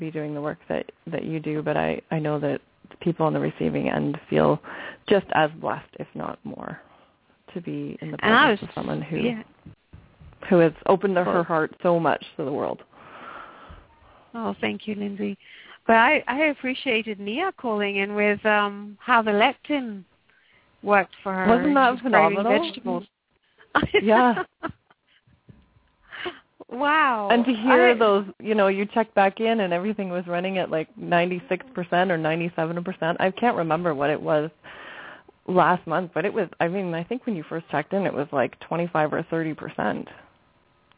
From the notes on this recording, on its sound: Takes your calls for healing live today!